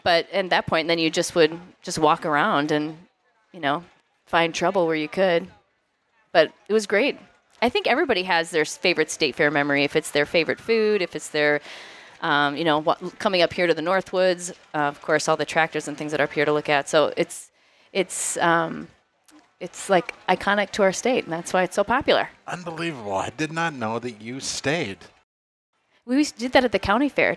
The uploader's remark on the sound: Bound cabin in the Northwoods doing a live podcast. They are doing a Q&A with the live audience.